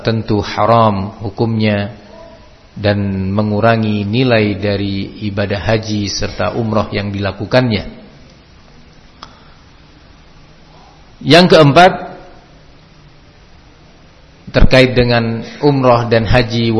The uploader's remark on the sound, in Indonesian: di Masjid Ma’had as-Salafy Jember